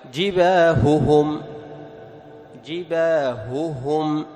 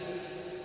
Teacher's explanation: طيب، فتكوى بها جباههم، جباههم، ما تقول جباههم أو جباههم تأكل شيء من حركة الهاء، لا، لابد أن تظهر الهاءين وتتم حركاتهما. جباههم، جباههم، لأن الهاء حرف خفي يحتاج إلى مزيد بيان وإيضاح.